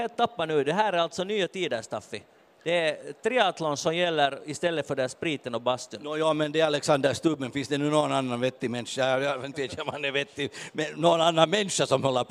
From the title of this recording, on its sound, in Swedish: Podden Live från Bokmässan